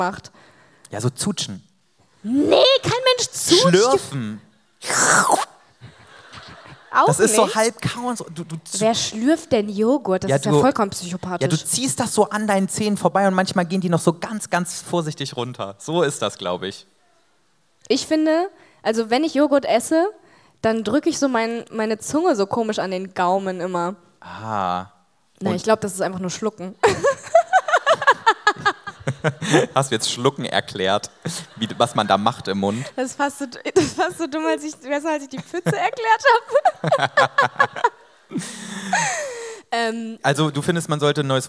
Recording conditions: live audience